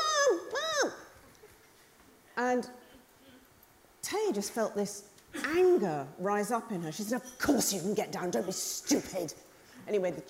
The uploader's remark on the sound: Recorded live at the Tabernacle in London's Notting Hill.